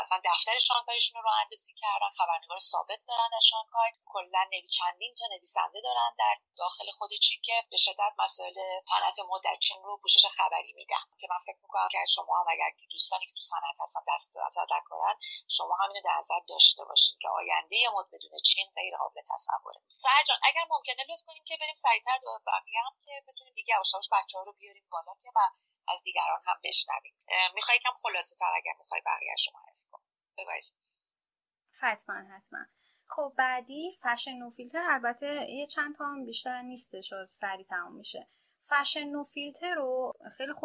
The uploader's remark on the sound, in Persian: اگر کیفیت کار با بقیه اپیزودها فرق داره به دلیل نحوه متفاوت ضبطه.